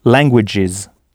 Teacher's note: donc au pluriel « languages », avec le son final « is »